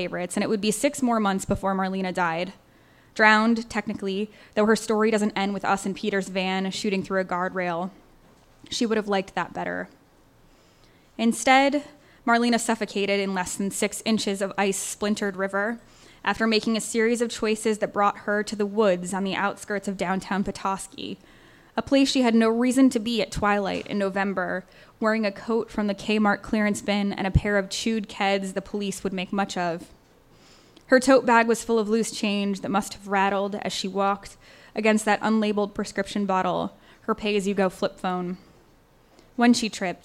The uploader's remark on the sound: On Stage at Housing Works Bookstore Cafe. We've got clips from the launch for A Book of Uncommon Prayer, our Tumblr Writers BEA Party, and Triple Canopy Presents: On Folly.